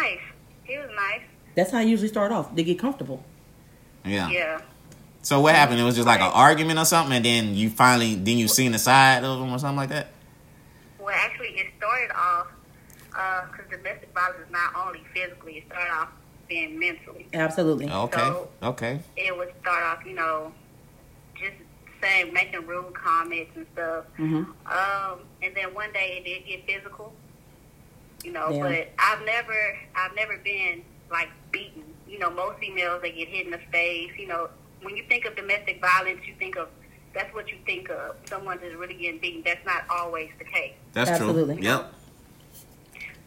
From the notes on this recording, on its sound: We take phone calls to see what people have to say on this particular subject.